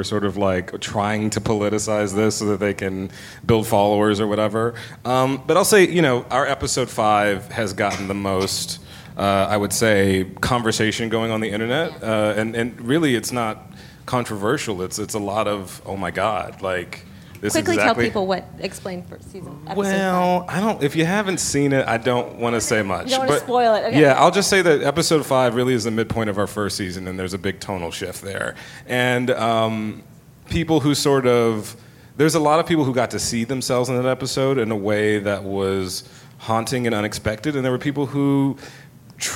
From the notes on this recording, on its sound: Recorded at ATX Television Festival.